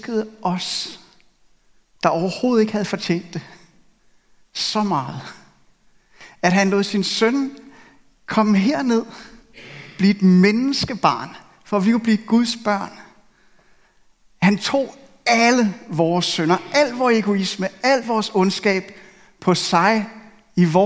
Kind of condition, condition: setting, large echoing room